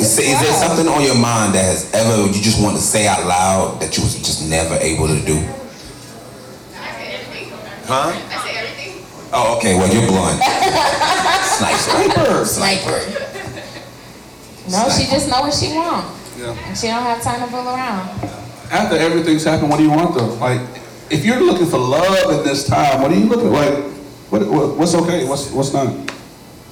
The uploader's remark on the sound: This recording is from our mask party